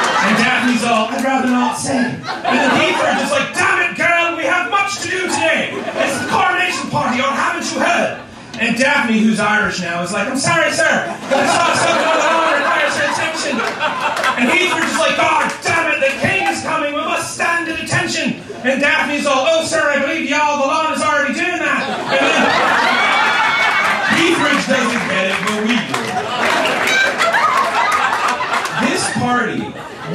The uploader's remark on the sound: Recorded LIVE at Chicago’s Historic Green Mill Lounge on May 6th 2023